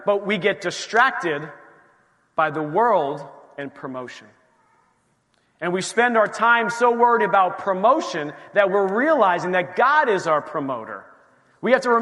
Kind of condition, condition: setting, large echoing room